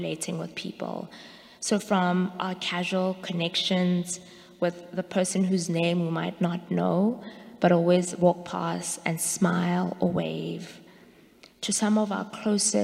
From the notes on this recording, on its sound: Sermons from Old South Church in Boston